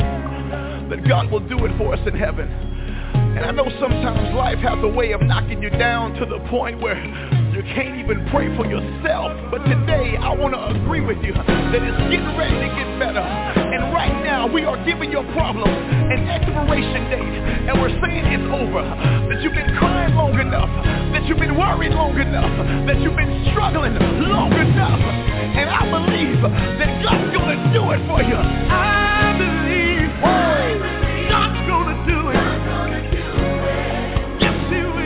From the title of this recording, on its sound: TNTSuperfantastic Conference Call